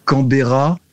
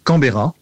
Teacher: la diction est plus rapide, la hauteur euh, du mot tombe à la fin, le pitch tombe à la fin · Shown in: second take